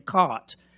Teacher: British stopped pronouncing their R's, in particular after a vowel. So a word like cart became caught.